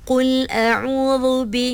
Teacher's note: dia terangkat sedikit pangkal lidahnya, jadi dia bunyi tebal sikit.